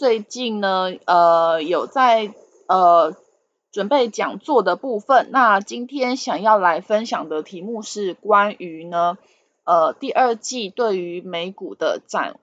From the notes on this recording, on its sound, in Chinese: 本集有些許雜音，已亟力避免，如有察覺請多多包涵